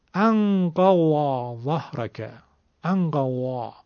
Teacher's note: زاد اصیل حجاز هنگام سکون یک صدایی داره با اون صدای کش اومدنش که این قدیمی ها، اساتید پیشکسوت قدیمی ما میگفتن صدای قمری میده.